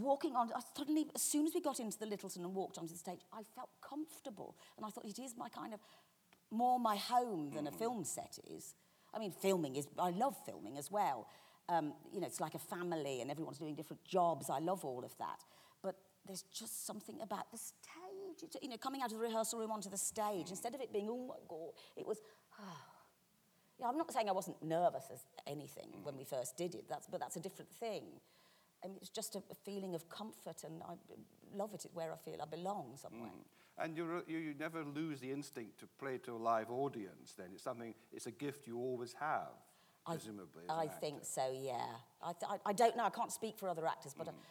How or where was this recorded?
live audience